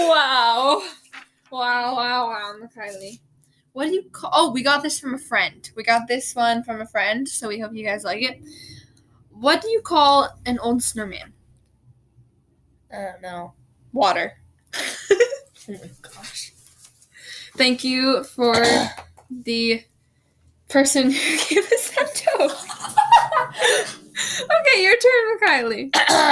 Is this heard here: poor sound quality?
yes